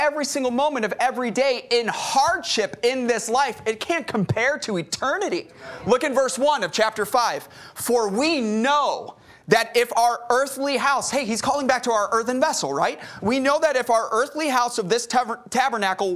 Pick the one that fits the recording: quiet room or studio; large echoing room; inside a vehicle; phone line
large echoing room